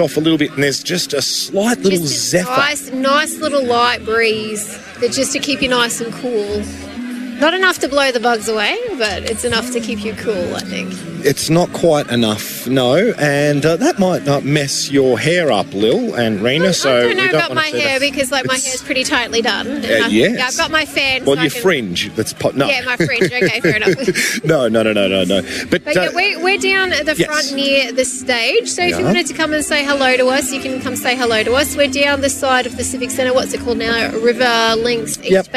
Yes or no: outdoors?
yes